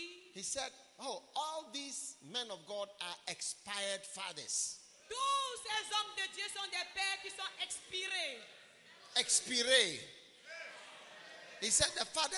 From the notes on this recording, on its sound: Preached at the Bafia Pastor's Conference, Cameroon.